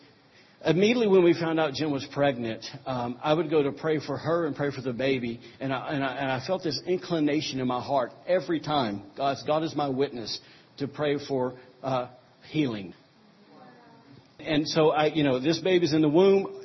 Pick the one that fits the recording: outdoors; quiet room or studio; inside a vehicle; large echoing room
large echoing room